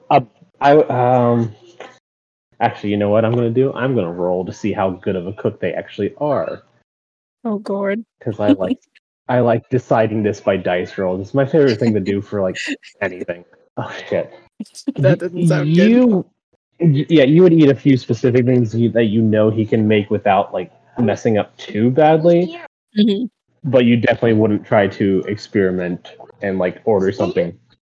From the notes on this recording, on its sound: Audio is a little rough but otherwise a fun little start.